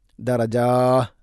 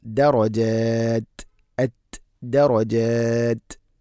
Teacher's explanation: അതുപോലെ അവിടെ വഖഫ് ചെയ്യുമ്പോൾ രണ്ട് നാല് ആറ് ഹർക്കത്തിൻ്റെ ആ ഒരു ഖദറിലാണ് നീട്ടി നിർത്തേണ്ടത്. നിർത്തുമ്പോഴും താഇന് സുക്കൂൺ നൽകണം, ത ഉച്ചാരണത്തിൽ കൊണ്ടുവരണം · Shown in: second take